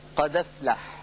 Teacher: أمثلة على نقل حركة الهمزة لورش: قد أفلح تصبح بعد النقل قد أفلح، لأننا نقلنا فتحة الهمزة إلى الدال الساكنة قبلها وحذفنا الهمزة